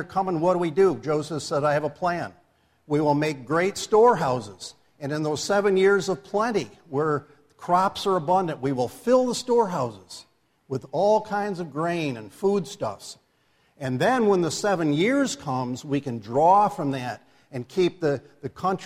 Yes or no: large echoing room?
yes